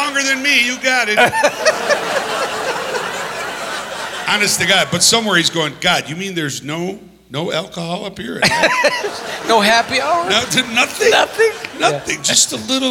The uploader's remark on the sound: Live at the SouthPoint Casino.